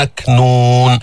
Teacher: شدة وهمس، الكاف هون مثل التاء بس المخرج بيختلف